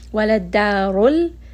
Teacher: We are not going to pronounce, and then instead we will move straight onto the dal. Ra in this case is going to be heavy because it has a dhamma, and then we are going to give a lam a sukun.